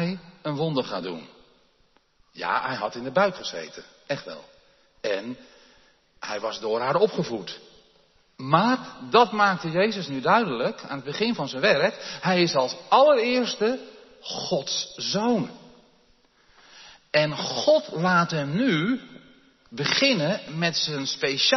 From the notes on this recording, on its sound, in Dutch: opgenomen in de Jeruzalemkerk te Groningen